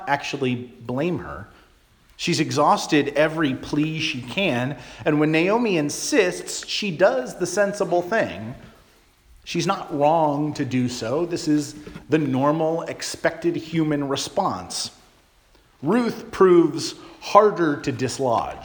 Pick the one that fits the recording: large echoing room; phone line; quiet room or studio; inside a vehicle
large echoing room